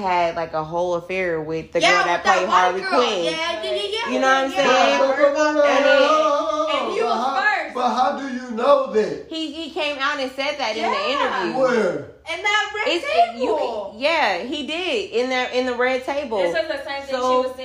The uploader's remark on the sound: Excuse the extra chatter but we live!